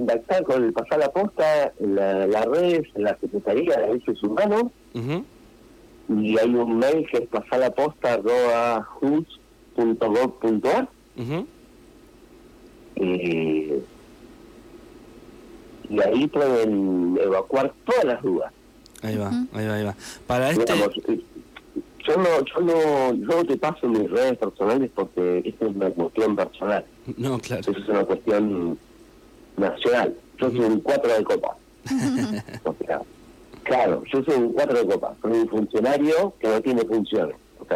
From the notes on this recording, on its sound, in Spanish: Vía entrevista telefónica